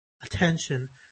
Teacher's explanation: You can see it's a very deep aspiration. It's not a quick one. It's a very obvious one.